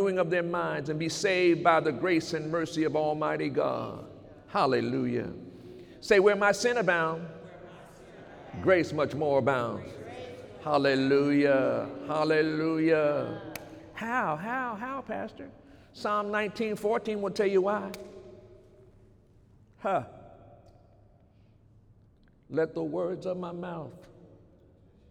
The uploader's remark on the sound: During Sunday morning service.